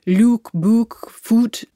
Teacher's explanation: In the north of England, they all stay at oo. So look, book, foot, those all stay the same.